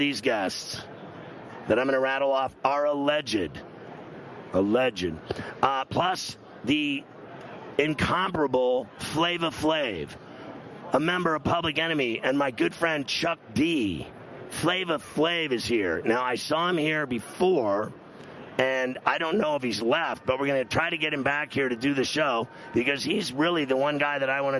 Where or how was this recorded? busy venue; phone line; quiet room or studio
busy venue